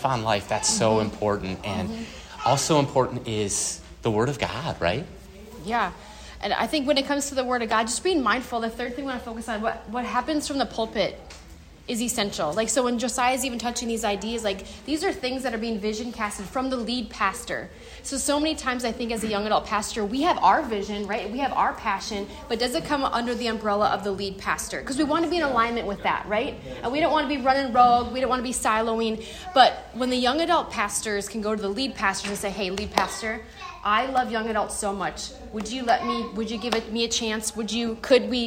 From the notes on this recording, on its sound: LIVE FROM CMN. At the 2023 CMN Conference in Houston, Texas.